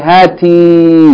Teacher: If you speak it to a female, to your wife or your daughter, you say hati with a long vowel. Okay, but not that long, but we just exaggerate a little bit to make a clear distinction between hati and hati.